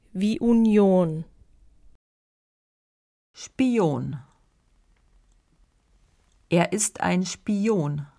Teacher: unsilbischer Vokal I wie Union